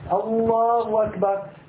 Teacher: إسقاط الهاء من لفظ الجلالة، يقول الله أكبر، يقول هكذا الله أكبر، فلا ينطق بالهاء من لفظ الجلالة، فلا يصح شروعه للصلاة لتكبيرة الإحرام.